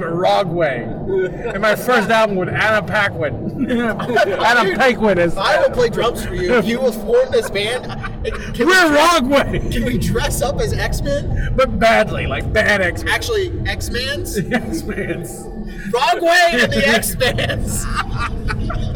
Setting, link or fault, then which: setting, inside a vehicle